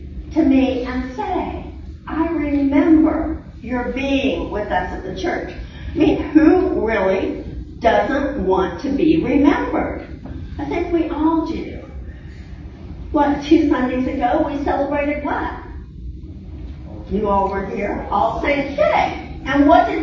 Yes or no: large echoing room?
yes